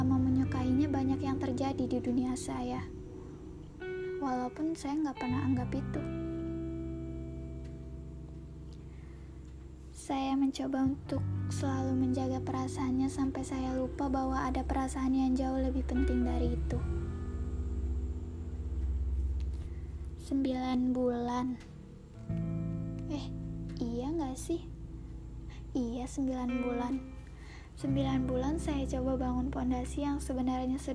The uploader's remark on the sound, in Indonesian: Saya juga minta maaf karena mungkin kalian mendengar suara lain selain suara saya dan beberapa mistake pada saat saya berbicara karena memang suara saya saat itu sedang tidak baik.